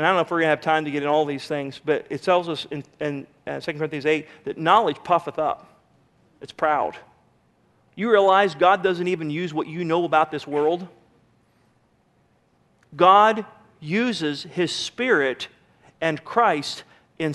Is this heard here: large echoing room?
yes